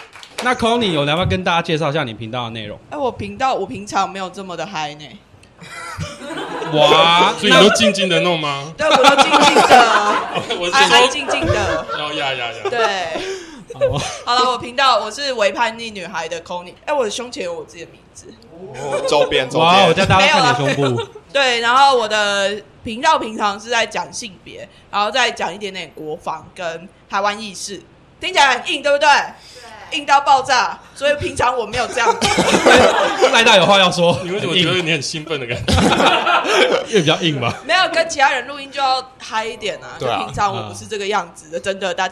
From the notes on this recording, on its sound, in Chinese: 這次的 Live Podcast 活動非常感謝咖哩逗陣贊助場地